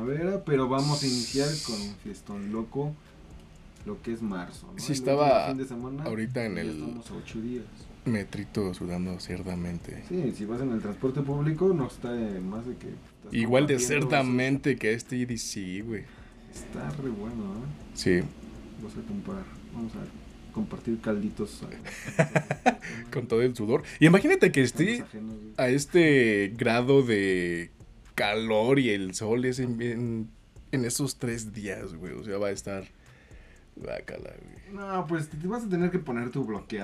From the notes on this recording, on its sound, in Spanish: Festival EDC 2020. Mucho, pero mucho ruido.